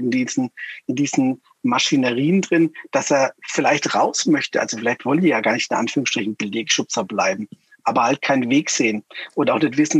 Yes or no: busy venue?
no